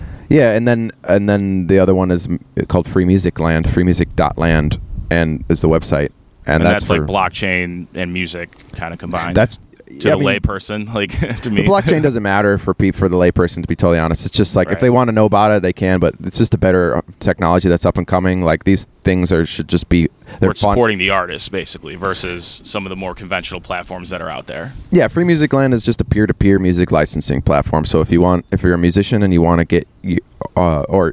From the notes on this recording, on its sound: Episode eleven was recorded on my deck June 26th, 2022.